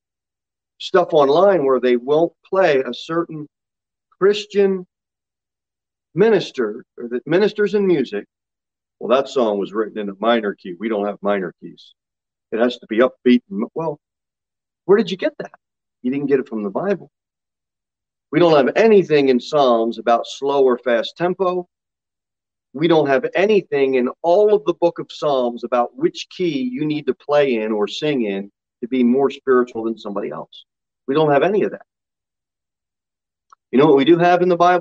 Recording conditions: large echoing room